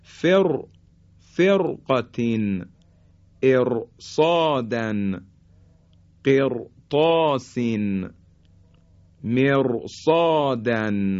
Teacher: به خاطر اینکه بعد از را ساکن یکی از حروف استعلا اومده، در اینجا دیگه باز حرف را تفخیم میشه · Term: تفخیم حرف را